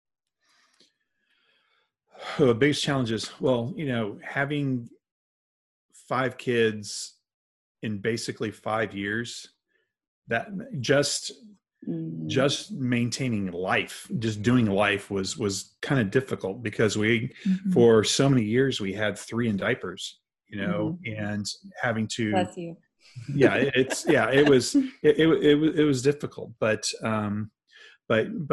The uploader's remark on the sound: sat down on a Zoom call